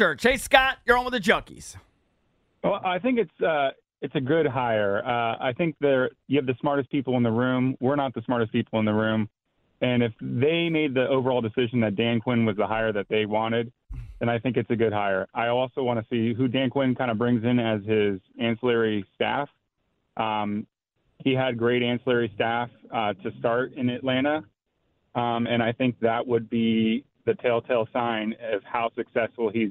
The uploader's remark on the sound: Take callers.